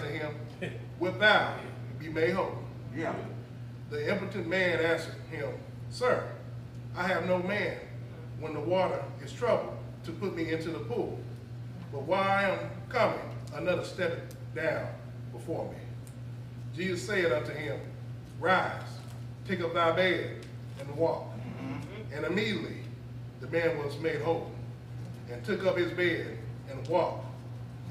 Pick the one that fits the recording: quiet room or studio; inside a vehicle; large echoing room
large echoing room